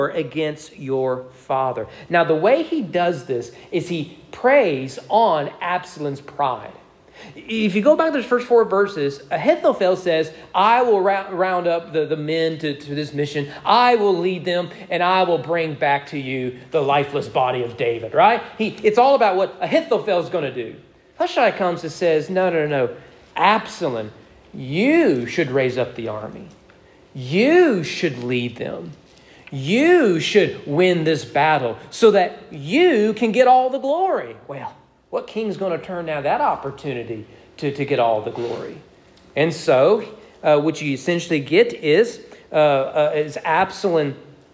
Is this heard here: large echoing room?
yes